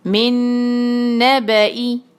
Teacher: نون کے بعد آ رہا ہے نون، تو ہم یہاں پہ ادغام کریں گے اور من دو حرکہ اس کو ہم کھینچیں گے